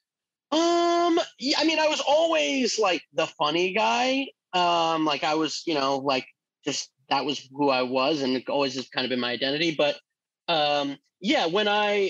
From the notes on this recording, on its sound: Over Zoom this week.